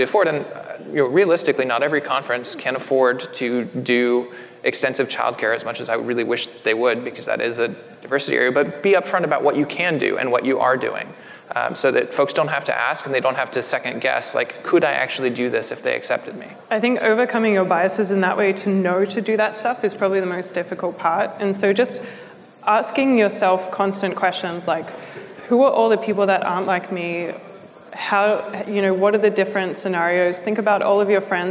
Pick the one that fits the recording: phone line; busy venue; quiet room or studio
busy venue